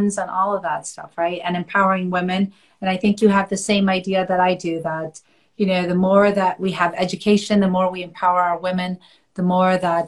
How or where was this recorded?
video call